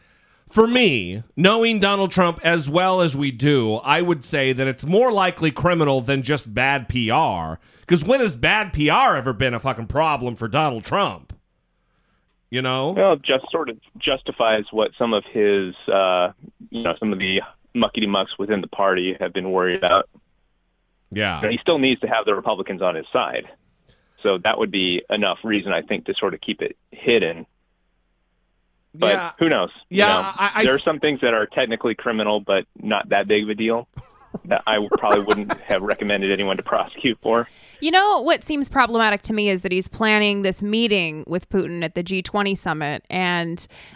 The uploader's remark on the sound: Call-in Episode. Take calls from listeners on Independence Day.